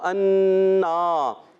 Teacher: نون مشدد ایک الف کا گنہ بھی کرنا ہے، علی مدہ بھی ہے، وہ انا گنہ بھی کریں گے ایک الف کا اور ایک الف کھینچیں گے بھی، ٹھیک ہے.